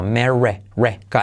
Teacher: La R trae consigo una U.